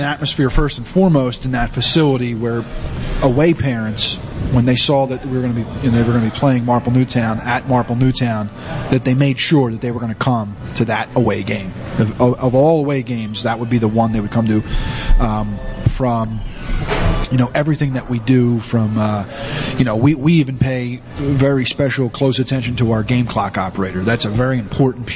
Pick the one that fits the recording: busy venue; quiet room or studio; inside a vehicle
busy venue